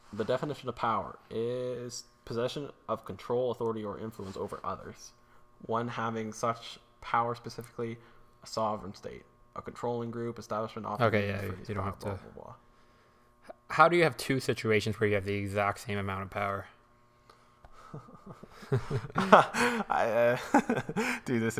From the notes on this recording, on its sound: SORRY about the weird ambient buzz, we recorded in a different location that usual so we'll make sure not to use this spot again.